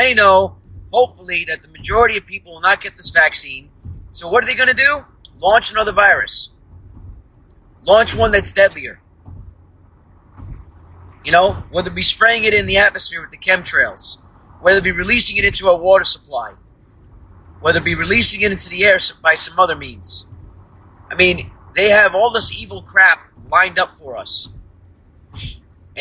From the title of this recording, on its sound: From The Car